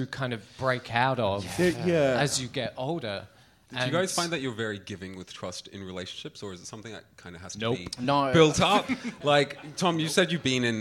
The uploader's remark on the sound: The Gays Are Revolting Live in Melbourne, again! In front of a sold-out crowd in Brunswick.